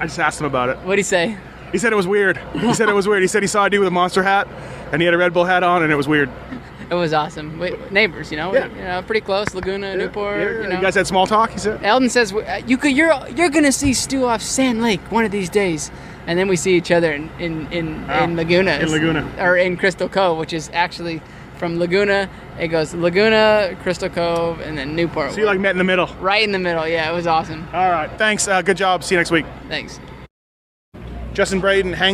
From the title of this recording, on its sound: Hangtown 2013 Post-Race Interviews